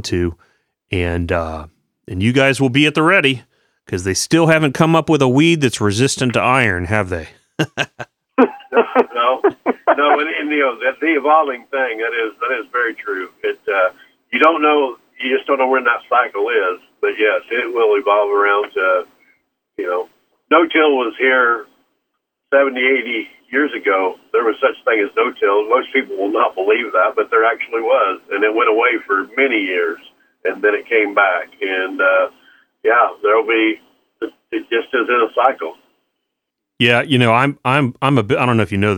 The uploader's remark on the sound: from Chrisman Farm Center in Chrisman, Illinois call